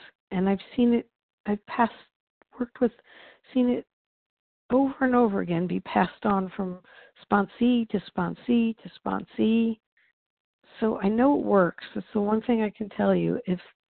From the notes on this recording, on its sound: 100 Pounders Phone Meeting